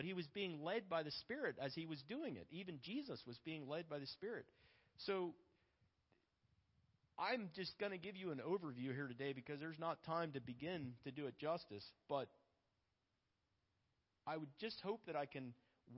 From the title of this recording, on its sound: Sunday Morning Service